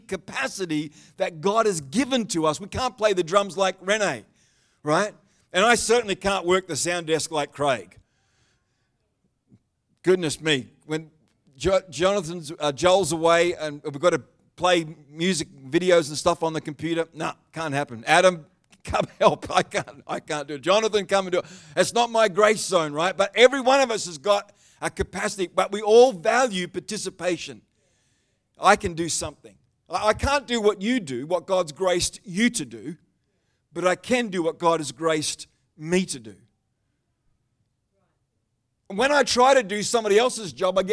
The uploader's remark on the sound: The live stream of Destiny Church Atherton.